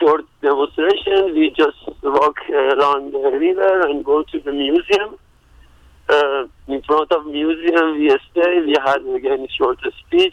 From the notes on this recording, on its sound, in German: Einer der AktivistInnen informiert im folgenden Beitrag per Telefon über den Aktionstag und die Stimmung auf dem Protestmarsch.